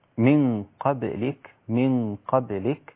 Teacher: هذه الباء مقلقلة رقيقة